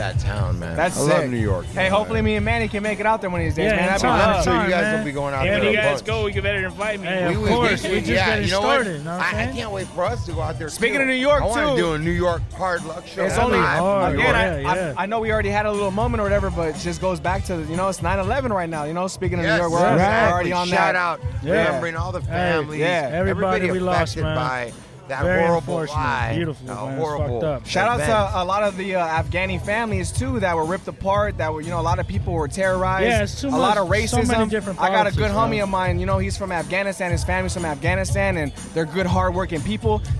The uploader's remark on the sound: The Santa Monica Car Show recorded live.